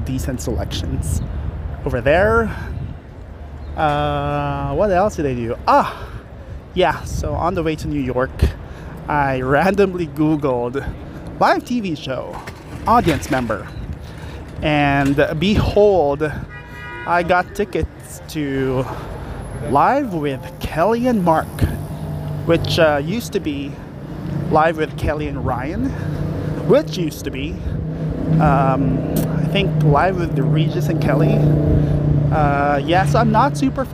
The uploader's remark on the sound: more walking and talking